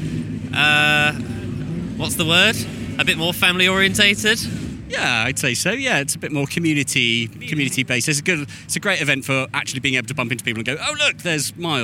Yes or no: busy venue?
yes